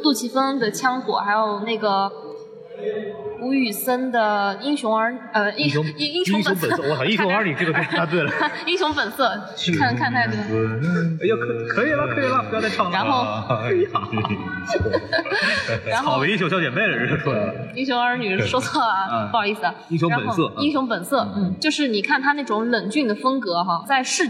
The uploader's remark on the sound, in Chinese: 本节目为影展现场录制，音质草率请注意收听。在平遥电影宫的现场给大家录了一期简单的节目。